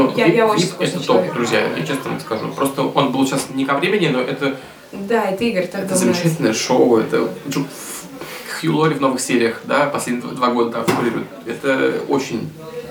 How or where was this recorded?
busy venue